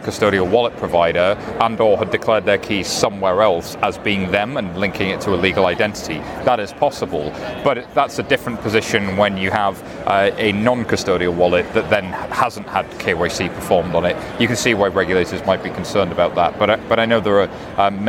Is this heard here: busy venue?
yes